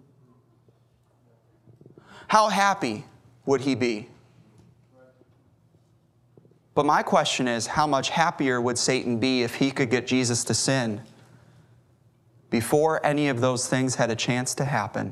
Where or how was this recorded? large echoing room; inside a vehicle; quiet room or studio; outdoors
large echoing room